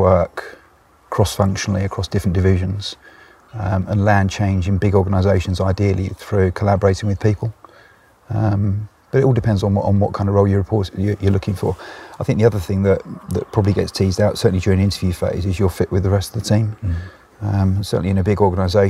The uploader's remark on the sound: This was recorded in Autumn in my back garden, so you may hear birds and voices in the background.